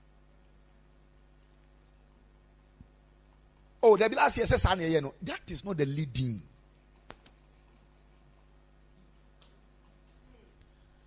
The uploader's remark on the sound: Preached at Ekklesia Chapel